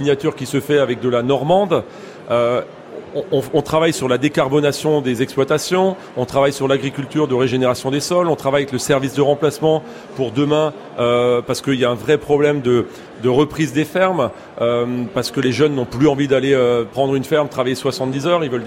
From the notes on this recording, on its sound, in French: 3eme émission en direct du salon de l'agriculture pour Ma France